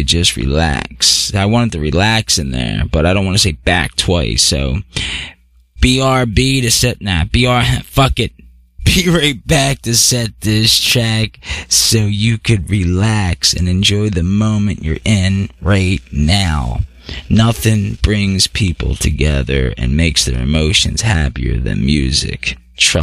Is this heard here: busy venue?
no